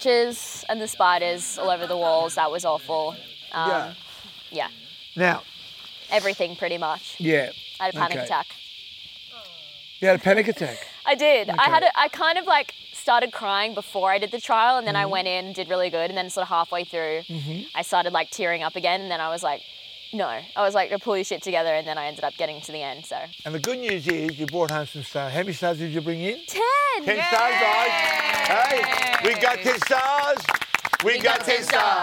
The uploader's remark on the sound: in front of a jungle studio audience